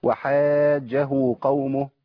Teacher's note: جيم واحده، ما جاتش التشديد، ما بانش